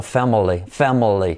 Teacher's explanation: Y fíjate que esa L tan potente hace que las vocales alrededor pues suenen, se las coma prácticamente